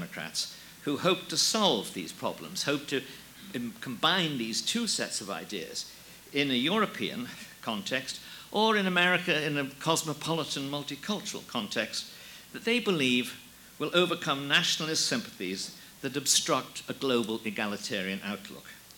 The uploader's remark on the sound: Audio taken from The New Criterion’s “Sovereignty or Submission” conference in Washington, D.